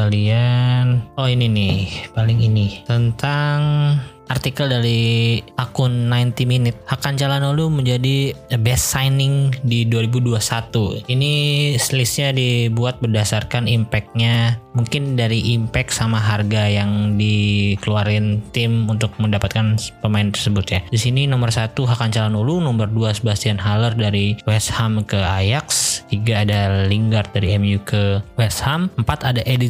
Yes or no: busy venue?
no